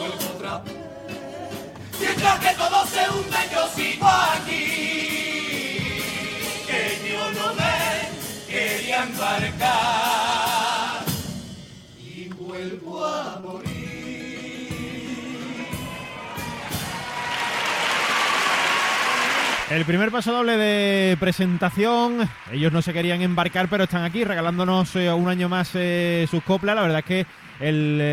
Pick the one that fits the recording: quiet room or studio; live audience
live audience